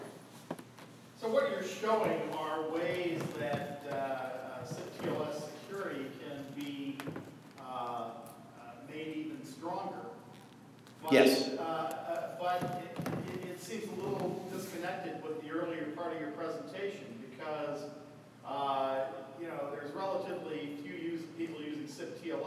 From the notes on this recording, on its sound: Way back in June 2014 I spoke at the SIP Network Operators Conference (SIPNOC). I lost track of the audio recording but recently found it and thought I would share it.